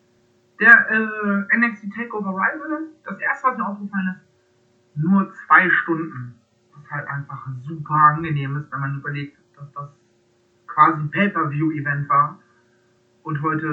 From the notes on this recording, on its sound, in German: Sorry für die wacke Soundqualität.